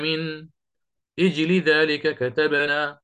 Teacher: لو وقف اختبارا قال له الشيخ للطالب قف على من وابدأ بما بعدها، قال من اجل ذلك كتبنا، فيحقق الهمزة مع كسر حركتها، مع الكسرة، لأن أصل الكلمة عند أبي جعفر اجلي وليست أجلي، بهمزة مكسورة.